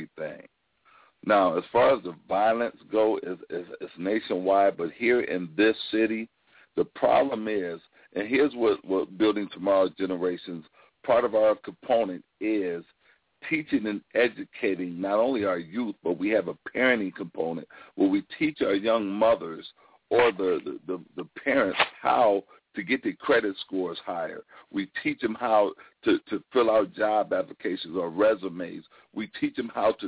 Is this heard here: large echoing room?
no